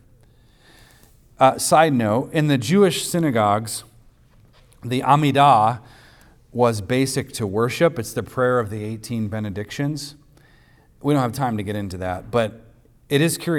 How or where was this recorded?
large echoing room